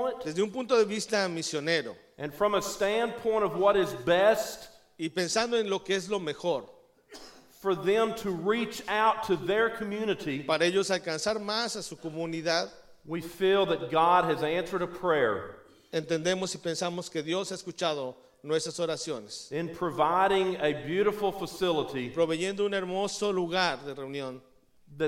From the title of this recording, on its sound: Combined Service w/ Hispanic Church